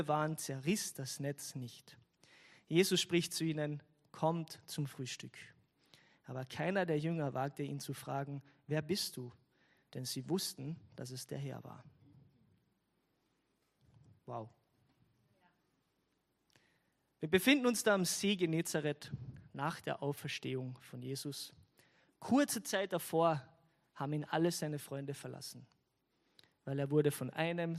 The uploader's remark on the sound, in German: Gottesdienst live aus der LIFE Church Wien.